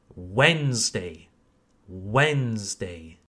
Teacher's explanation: The D and following E are silent. We don't pronounce them.